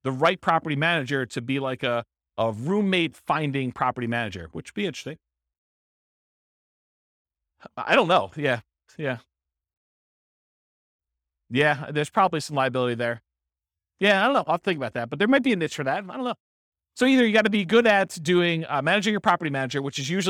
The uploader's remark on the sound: This was a live class recorded